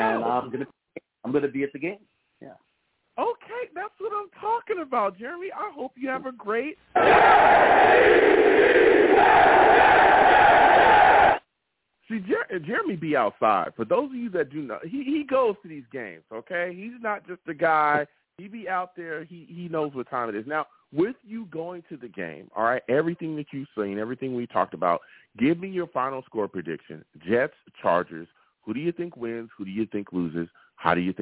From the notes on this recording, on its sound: Tonight, live at 7pm eastern. I take live callers!